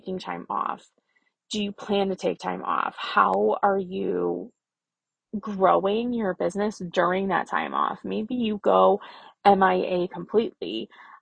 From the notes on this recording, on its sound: I tried to record this podcast 6 times and finally ended up recording it in my car, strapped for time.